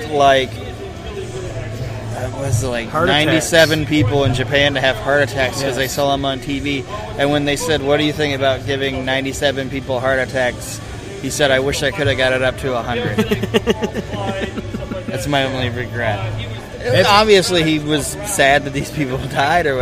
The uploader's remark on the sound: This week, we are on location at the Heroes and Legends Wrestling convention in Fort Wayne, Indiana.